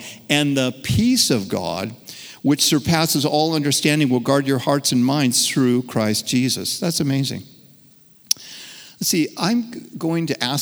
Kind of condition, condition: setting, large echoing room